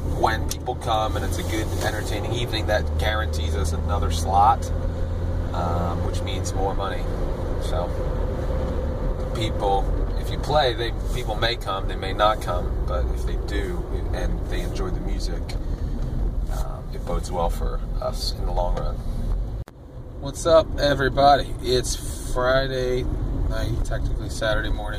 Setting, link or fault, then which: setting, inside a vehicle